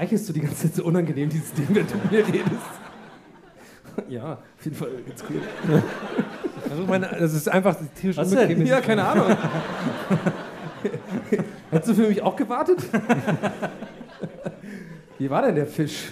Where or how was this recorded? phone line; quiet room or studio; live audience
live audience